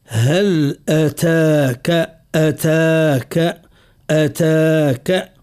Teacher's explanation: والتدبر على مستوى قسمان: على مستوى التلفظ، على مستوى التلفظ يجب أن نعتني بحرف التاء، ونعتني أيضا بحرف الغين. نعتني بحرف التاء نرقق صوته بدون مبالغة، لأن فما من يبالغ في ترقيق حرف التاء: أتاك، وهذا ترقيق المبالغ المنهي عنه.